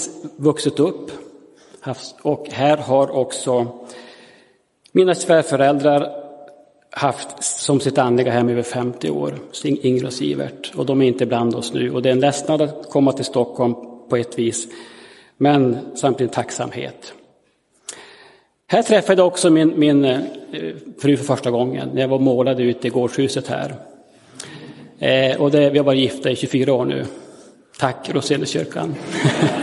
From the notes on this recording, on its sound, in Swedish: Inspelad i Roseniuskyrkan den 11 december 2022.